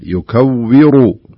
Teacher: مكسورة وتعتبر حرف مرقق، لكن ننظر لما بعدها اللي هو الراء، لاحظ الراء مضمومة فهنا تأخذ حكم التفخيم فنقرأها بهذا الشكل يكوّر، ولا نقول يكوّر يكوّ يكوّر نفخم الواو